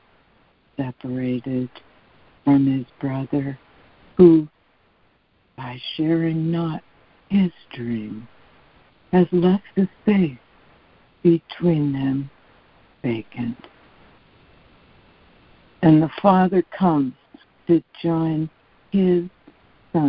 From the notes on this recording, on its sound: ACIM Daily Conference Call